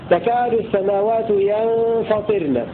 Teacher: يقرؤون بالنون ساكنة وكسر الطاء مخففة هكذا تكاد السماوات ينفطرن، ويلزم منه ترتيب الراء لأن قبلها حرف مكسور.